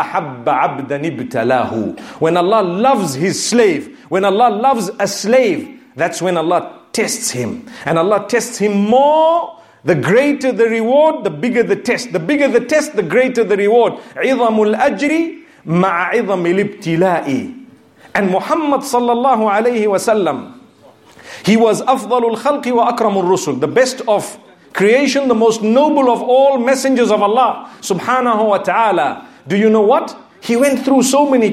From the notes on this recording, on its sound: Friday Jumu’ah Lecture from Masjid Al Rahmah in Liverpool.